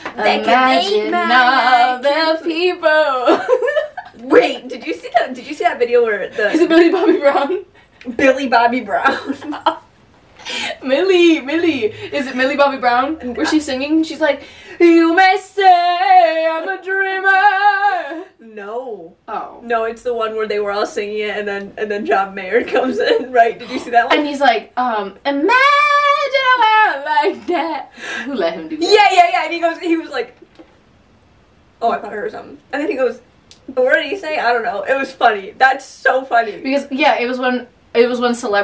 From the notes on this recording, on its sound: Today we have an episode that we accidentally recorded without any audio! The audio isn't that bad, just not as crisp so we apologize.